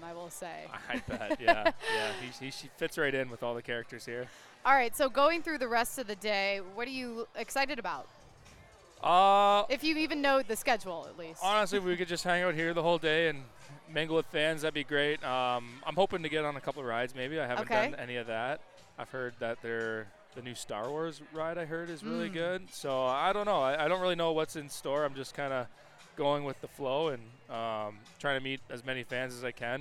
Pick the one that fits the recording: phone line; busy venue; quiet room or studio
busy venue